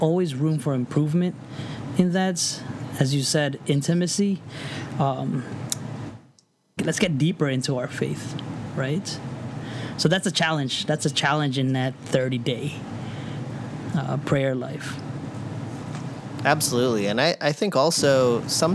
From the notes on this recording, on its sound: We apologize that there was some audio issues this week, and you may hear some background noise